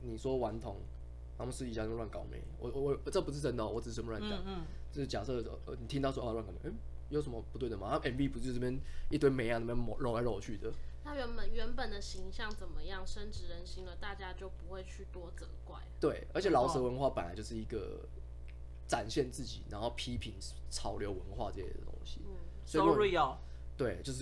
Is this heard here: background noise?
yes